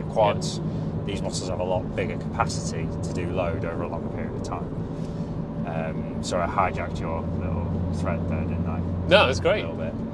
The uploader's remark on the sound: They're still in the car and the fuel light has come.